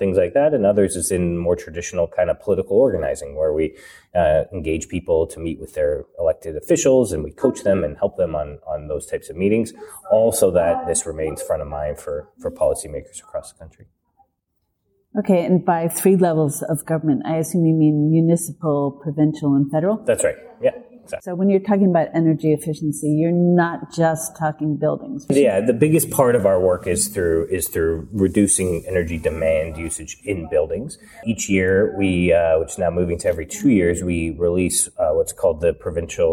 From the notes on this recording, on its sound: In this special bonus episode recorded at the Passive House Canada Conference.